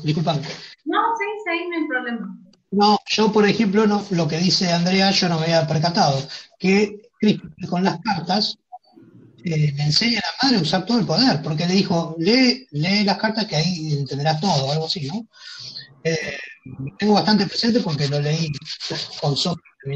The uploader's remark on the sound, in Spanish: 3ra. Juntada Virtual.